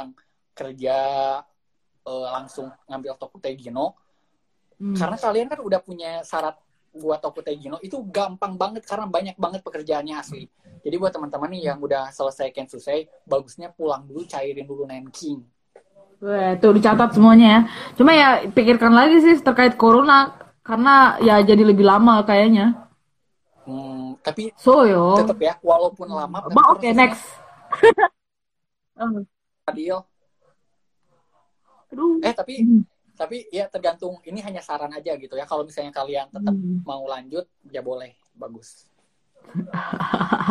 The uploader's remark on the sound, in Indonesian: Edisi copy paste dari live instagram